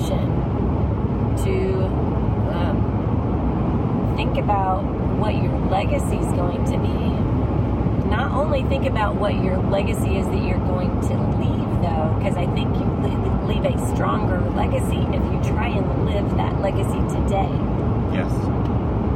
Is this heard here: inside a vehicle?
yes